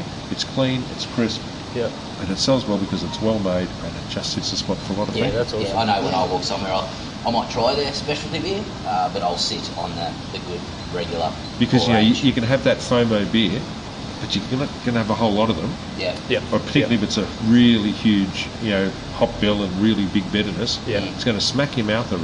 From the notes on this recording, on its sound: In this episode we caught up with owner & head brewer of White Brick Brewing at North Lakes, QLD. The brewery was a little loud, so there's a lot of background noise as well as loads of hiss. Apologies in advance for the poor audio quality.